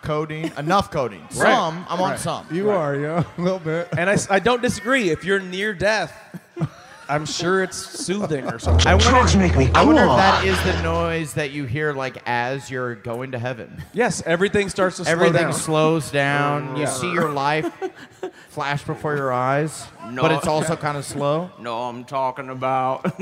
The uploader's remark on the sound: Live from Houston!